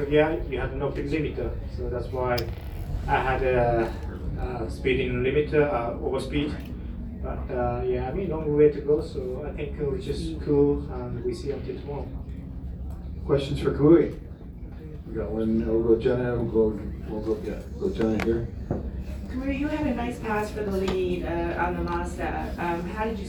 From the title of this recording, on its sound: Live from Daytona